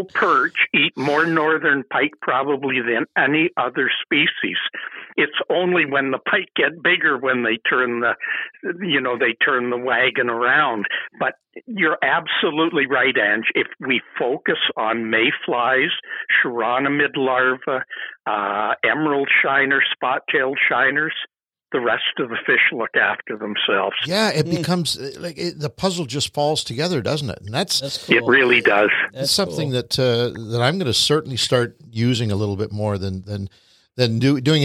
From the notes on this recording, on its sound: head to the phones and call up the host of the Ugly Pike Podcast